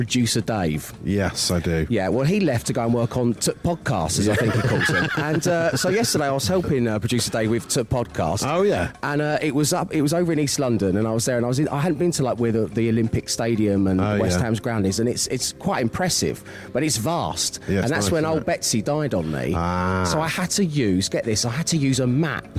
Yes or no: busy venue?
yes